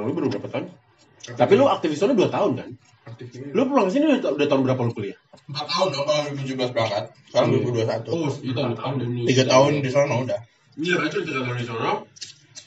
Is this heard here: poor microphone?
yes